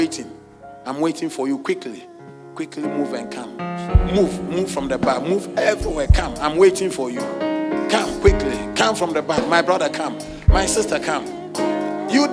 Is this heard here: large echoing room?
yes